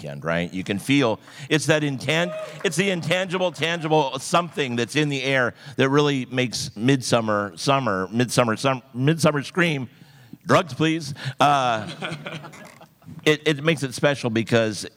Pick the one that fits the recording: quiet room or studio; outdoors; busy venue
busy venue